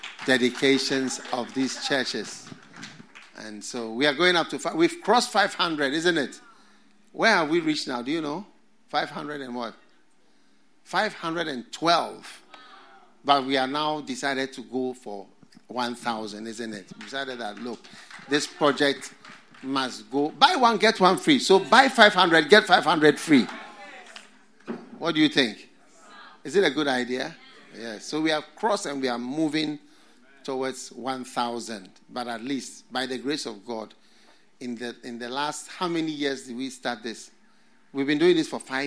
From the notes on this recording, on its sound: Preached at The FLOW Church Service. First Love Studio.